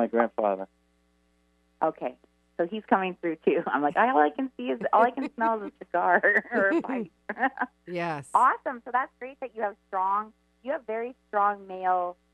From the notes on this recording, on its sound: Listener calls + live readings!